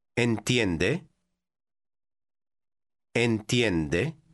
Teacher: Pay attention to the rising intonation at the end when you ask a question.